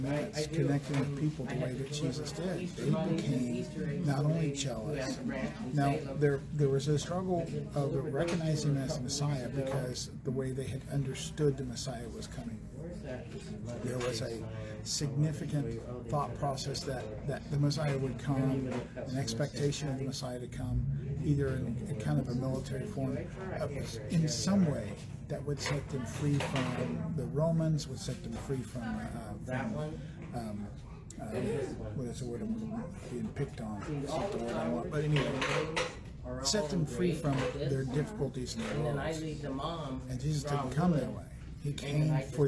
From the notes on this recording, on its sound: We apologize for the sound being a little difficult. These podcasts are made from a live video.